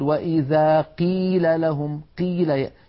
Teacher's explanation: يبالغون في ترقيق أو في كسر القاف إلى درجة تجعل الصوت كأنه كاف